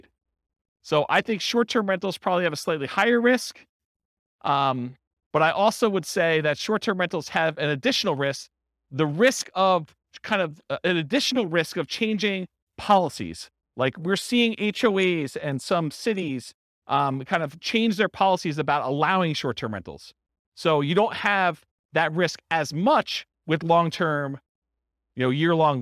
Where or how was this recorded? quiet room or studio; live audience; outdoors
live audience